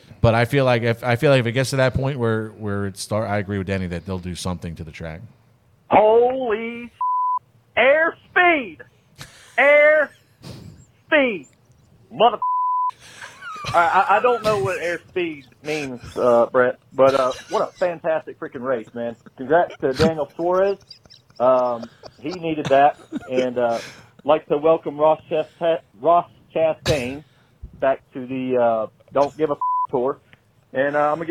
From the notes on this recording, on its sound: the reaction theatre phone line never stopped ringing - delivering some of the best calls we've heard.